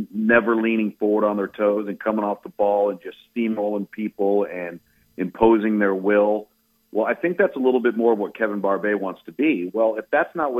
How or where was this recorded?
phone line